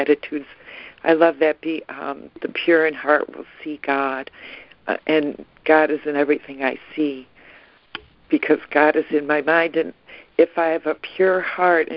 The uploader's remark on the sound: ACIM Daily Conference Call.